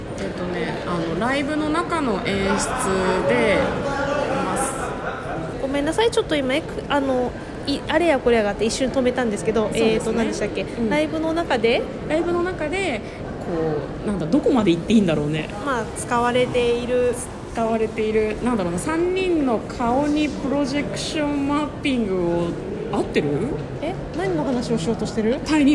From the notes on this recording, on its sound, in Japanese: 渋谷駅マークシティ館内で収録しておりますので、。環境音などざわざわな臨場感もご一緒に。